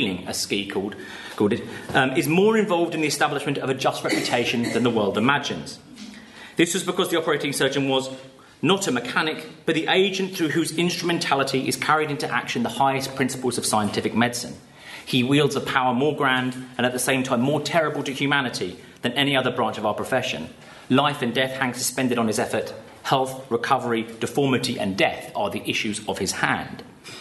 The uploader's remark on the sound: Paper given at the symposium.